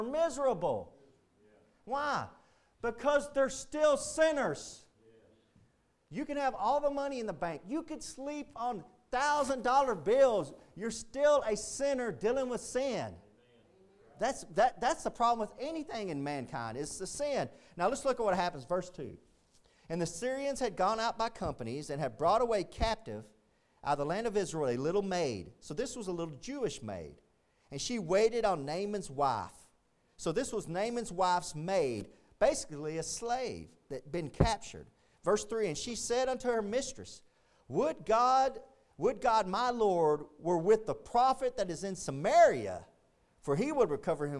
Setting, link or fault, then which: setting, large echoing room